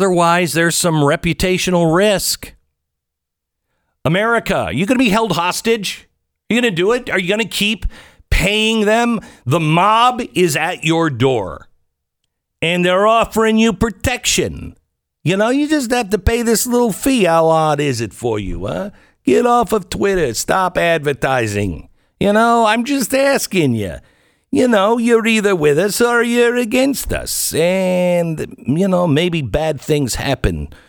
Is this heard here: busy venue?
no